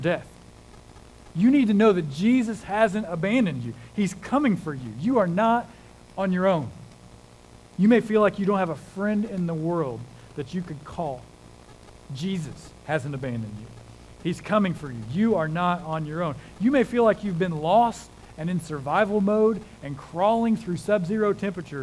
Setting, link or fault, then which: setting, large echoing room